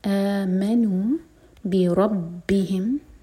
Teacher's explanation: با کا شدہ اسٹرانگ اور را ہیوی